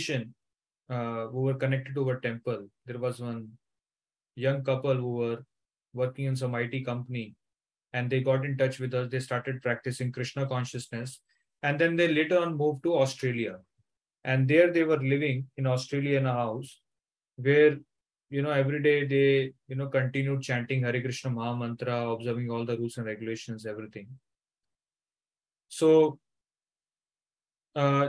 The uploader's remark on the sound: Zoom recorded class